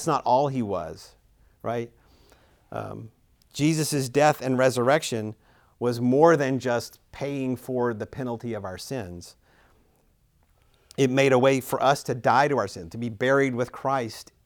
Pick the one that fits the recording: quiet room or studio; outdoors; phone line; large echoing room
large echoing room